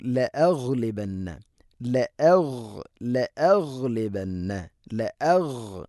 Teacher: ഗൈന് തൊണ്ടയുടെ മുകൾ ഭാഗമാണ്